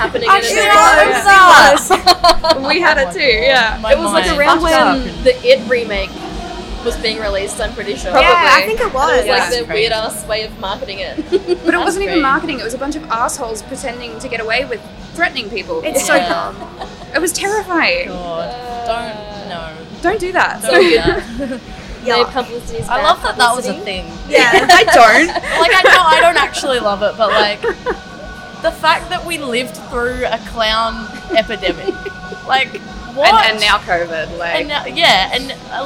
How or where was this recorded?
busy venue